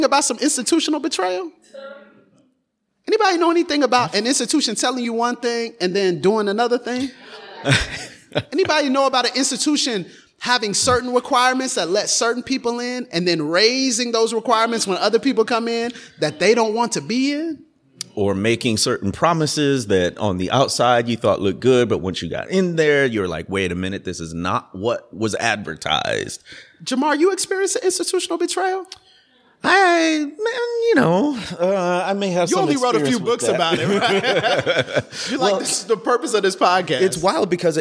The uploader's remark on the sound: Recording in front of a LIVE audience at the Temple University’s Center For Anti-Racism in Philadelphia, PA.